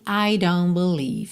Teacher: repara que você não ouve o T de don't